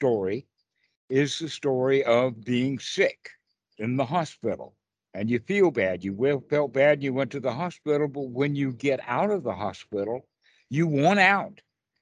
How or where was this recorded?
video call